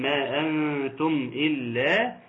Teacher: مد منفصل يمد بمقدار اربع حركات